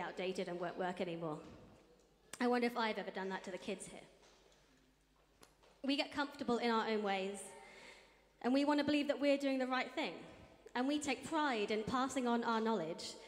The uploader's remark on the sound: Streamed live at St Paul's Shadwell on Sunday, 25 June 2023.